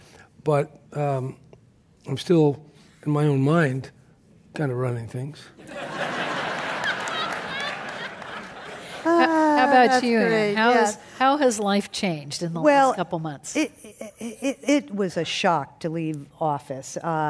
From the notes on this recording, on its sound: This program was recorded in front of a live audience at The Marines Memorial Theatre in San Francisco.